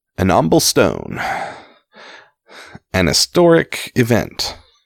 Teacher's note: Just drop the H altogether. And I know there are several other English dialects that would drop that H, but to me, it sounds Cockney.